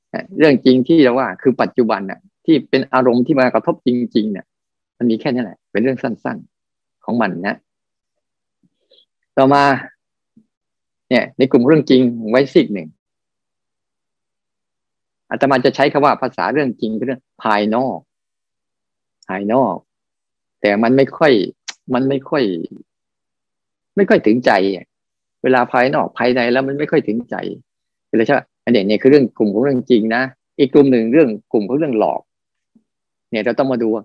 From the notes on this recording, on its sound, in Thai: คอร์สออนไลน์ (ผ่านโปรแกรม Zoom)